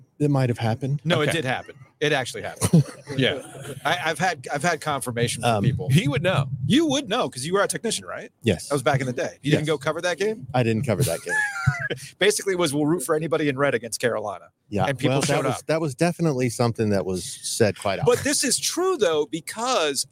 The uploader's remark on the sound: close out 2023 live from Raleigh Times.